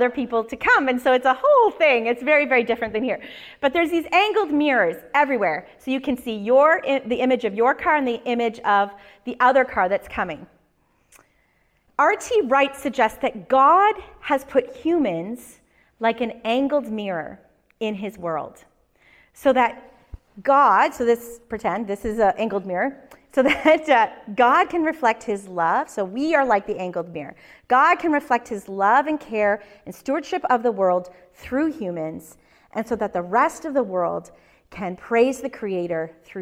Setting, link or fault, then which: setting, large echoing room